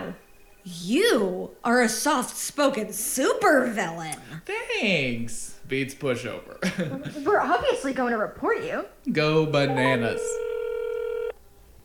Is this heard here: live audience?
no